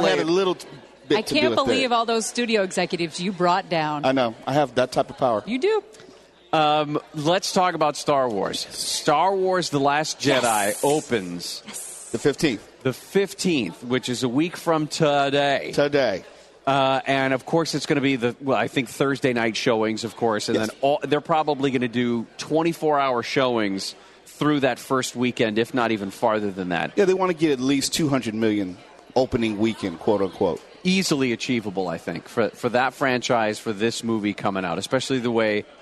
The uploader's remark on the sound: Live from the KFI Pastathon. Live at the Pastathon in Anaheim.